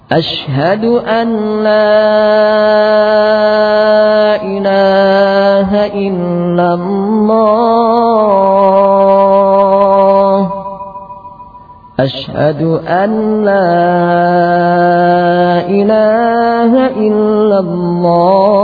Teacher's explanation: Kesalahan pertama tidak mengidghamkan nun pada lam sehingga menjadi an la.